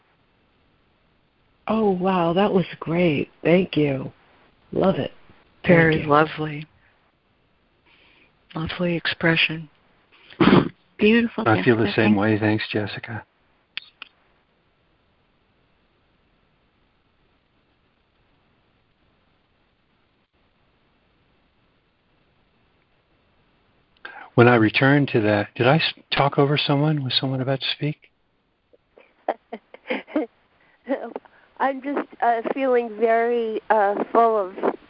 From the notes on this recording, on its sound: ACIM Daily Conference Call